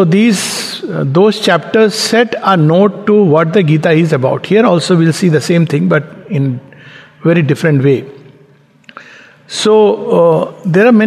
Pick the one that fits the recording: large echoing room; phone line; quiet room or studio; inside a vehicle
large echoing room